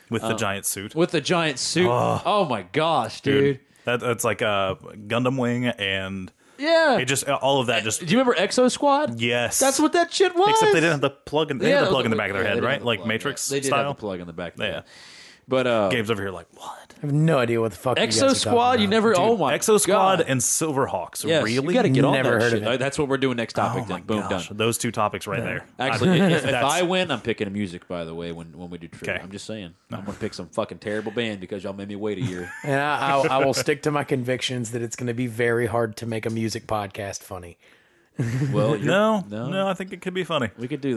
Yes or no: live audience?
no